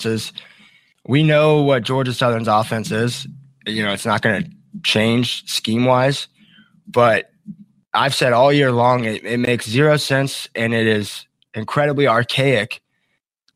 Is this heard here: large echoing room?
no